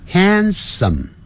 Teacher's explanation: handsome，那个 h a n d 那个 d 是不念出来的。handsome，嘴巴闭起来。handsome andfriendly。Friendly，不要念成 friendly，那个的在字尾那个音要切掉。Friendly，这样念哈。好，由于 handsome 后头有一个 and，所以那个 some 跟 and 产生连音了。你看我念哈，先念慢的。They're handsome andfriendly。他们既潇洒又友善。好，所以呢，念快的时候